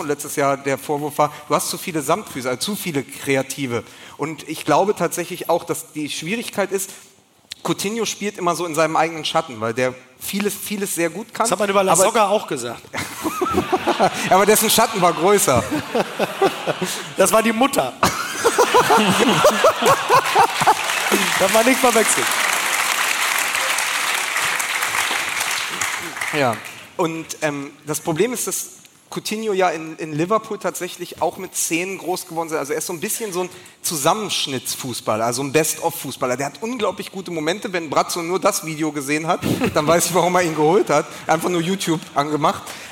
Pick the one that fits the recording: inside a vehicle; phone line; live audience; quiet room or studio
live audience